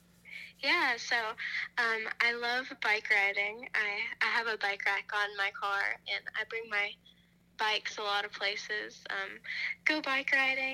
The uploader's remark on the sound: Burnt the phone lines.